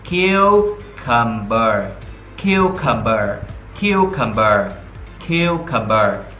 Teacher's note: khờ yêu kiêu, nhấn âm đầu tiên